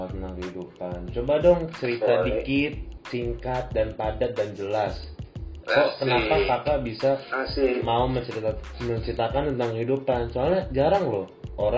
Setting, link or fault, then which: fault, poor sound quality